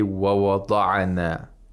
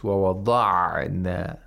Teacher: So you have to make sure that there's no qalqala. Ayn should not be pronounced with qalqala. · Shown in: second take · So you shouldn't say wawada'na.